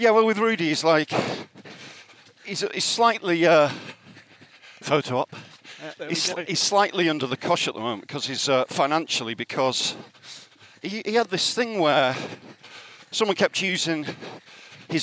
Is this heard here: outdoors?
yes